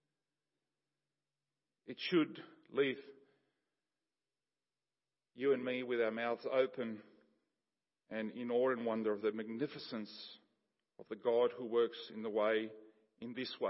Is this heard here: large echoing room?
yes